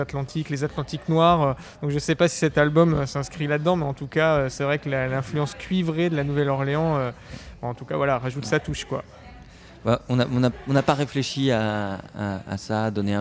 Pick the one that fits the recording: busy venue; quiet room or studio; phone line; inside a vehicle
busy venue